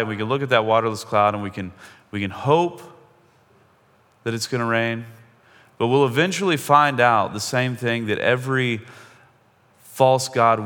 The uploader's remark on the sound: Most of this podcast is a sermon that he preached at Cross and Crown Church in Seattle.